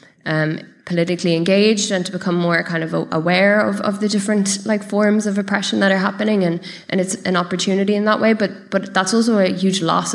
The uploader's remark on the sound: Another highlight from the Podcasts for Palestine was the live Reboot Republic conversation.